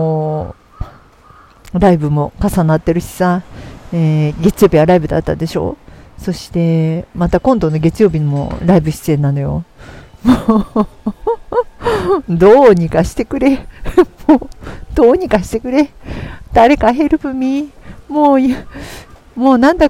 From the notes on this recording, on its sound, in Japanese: 上野を歩きながら収録。時間がなくて苦肉の策。